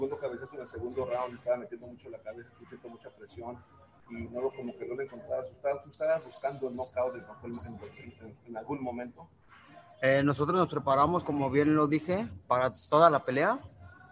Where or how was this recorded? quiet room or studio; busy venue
busy venue